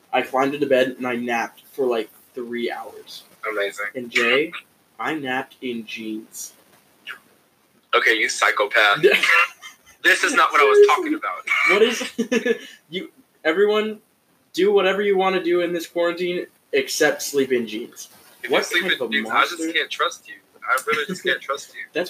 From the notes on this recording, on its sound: The (first) Social Distancing Episode. Apologies for the shoddy audio!